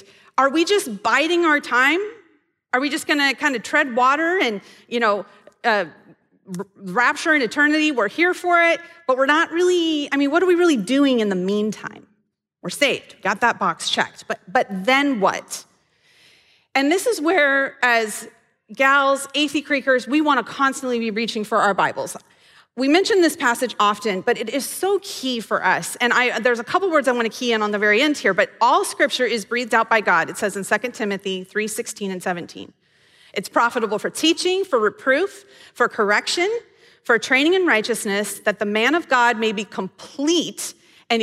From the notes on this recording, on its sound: This episode may sound a little different, as we recorded the audio at Devoted Live, which is our monthly meeting for the women's ministry of Athey Creek.